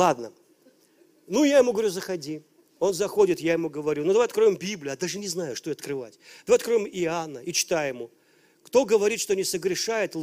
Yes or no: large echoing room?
yes